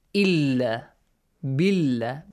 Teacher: If there is a kasra, the word Allah, the Lam, the letter Lam in the word Allah will be pronounced lightly